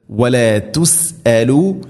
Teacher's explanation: ഹംസ തൊണ്ടയുടെ താഴേ ഭാഗം കൃത്യമായിട്ട് ഉച്ചാരണത്തിൽ ശബ്ദത്തിൽ കൊണ്ടുവരണം. തുസ്സലു എന്ന് പറയരുത്, വല തുസ്സലു നസാബിൽ ജഹീം ഇങ്ങനെ ഓതരുത്.